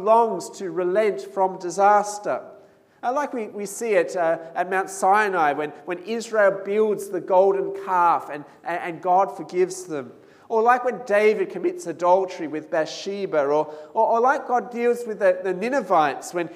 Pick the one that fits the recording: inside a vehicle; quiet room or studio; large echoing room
large echoing room